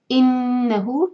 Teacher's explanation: نون مشدد ہول کریں گے غنہ کریں گے